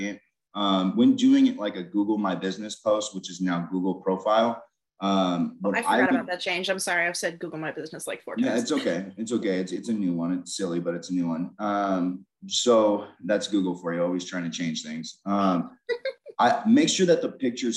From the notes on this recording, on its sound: free live InterNACHI Webinar